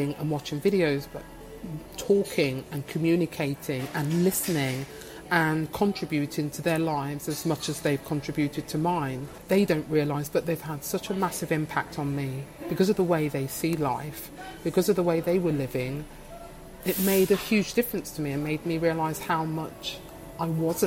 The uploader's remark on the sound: I recorded this episode in a coffee shop and as a result there may be a slight variation in sound volume.